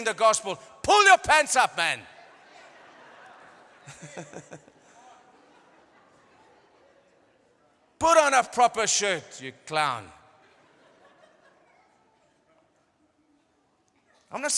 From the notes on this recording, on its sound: The following messages are ones that were recorded live at our venue.